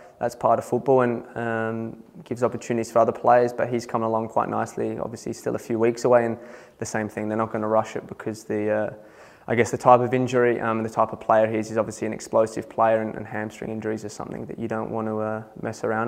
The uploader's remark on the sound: Press Conference | Matchweek 14.